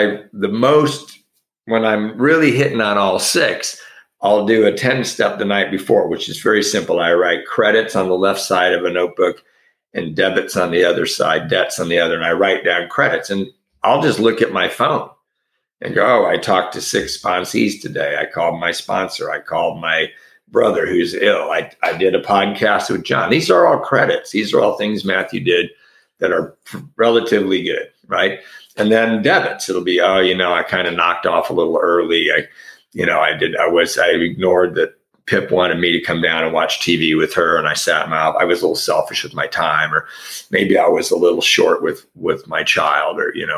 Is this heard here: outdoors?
no